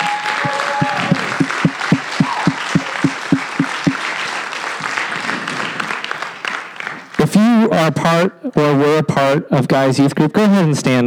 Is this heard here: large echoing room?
yes